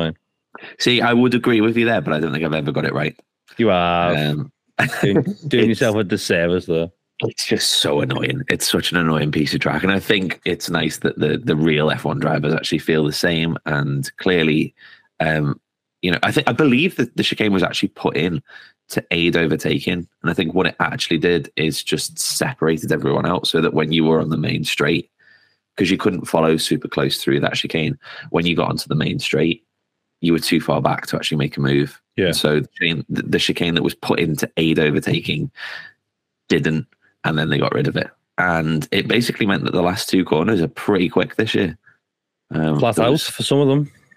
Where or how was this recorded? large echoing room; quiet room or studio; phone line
quiet room or studio